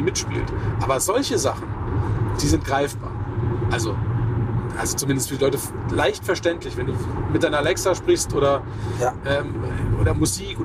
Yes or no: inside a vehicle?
yes